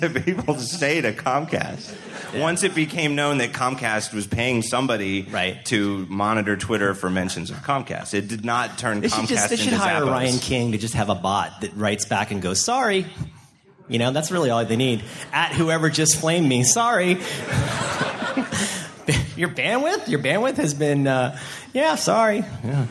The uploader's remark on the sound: Blogging Panel at SxSW. Presented a talk at South by Southwest Interactive.